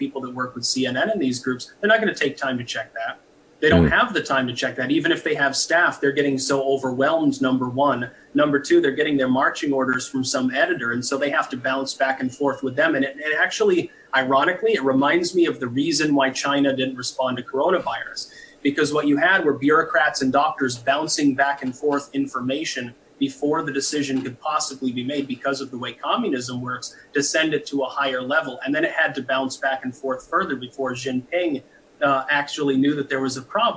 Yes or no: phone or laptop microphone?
no